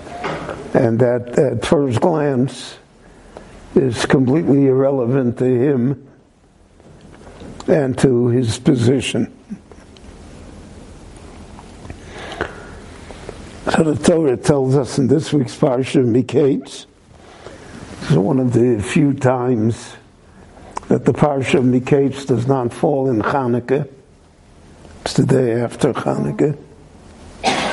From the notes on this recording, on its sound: The following short lecture was given LIVE at Beit Knesset HaNassi In Jerusalem between the Mincha and Maaric prayer services.